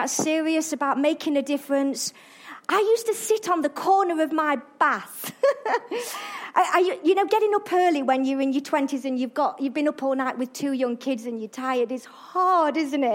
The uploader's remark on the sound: Arena Church Ilkeston.